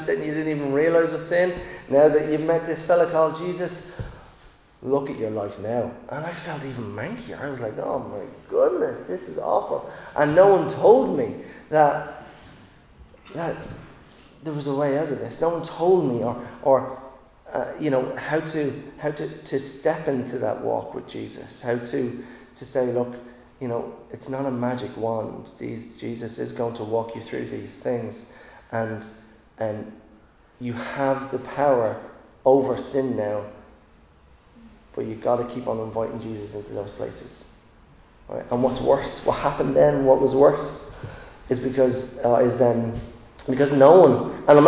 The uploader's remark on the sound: Recorded live in Liberty Church on 13 March 2022